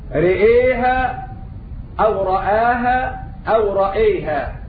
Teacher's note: إمالة الراء والهمزة، فتح الراء والهمزة، فتح الراء وإمالة الهمزة · Term: ثلاثة أوجه